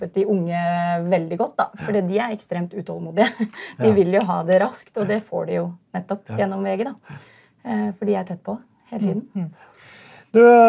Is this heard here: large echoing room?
no